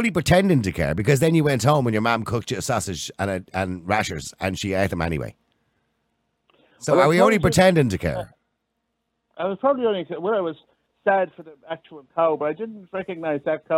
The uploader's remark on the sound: Callers ONly